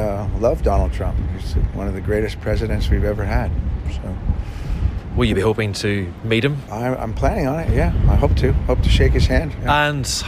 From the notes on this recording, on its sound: Live from Doonbeg.